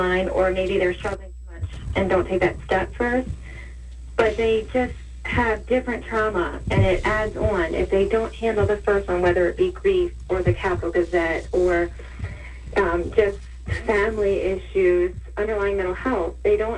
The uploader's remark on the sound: WNAV News Director. Has in studio part-time WNAV news anchor. Our guest, via phone.